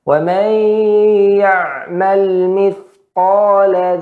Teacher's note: pada lam sukun dia masih memiliki sifat mengalir sedikit